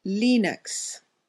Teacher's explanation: pronounced with a short I like E, and the first syllable is stressed